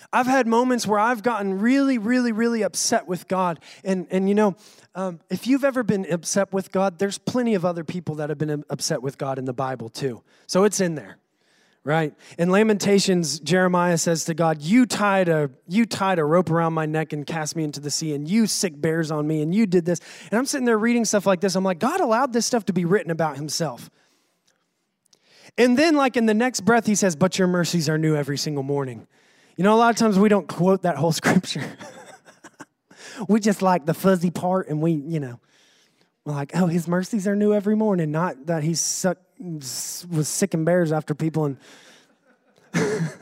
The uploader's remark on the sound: recorded on Sunday, October 21, 2018, during service at The Anchor Church in Rockport, Maine